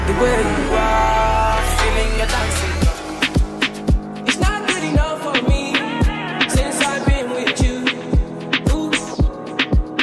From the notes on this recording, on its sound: Live audio from Island Saturdays on Saturday, March 31.